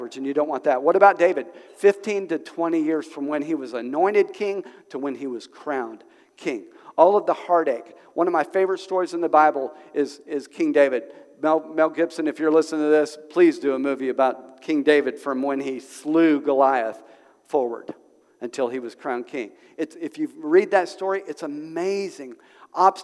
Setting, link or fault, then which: setting, large echoing room